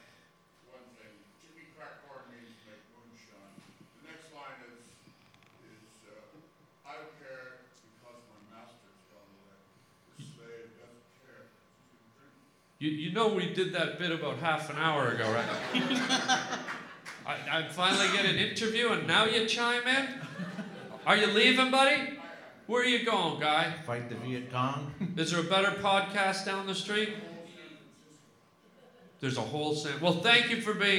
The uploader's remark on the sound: LIVE in San Fran. LIVE podcast at Sketchfest in San Fran.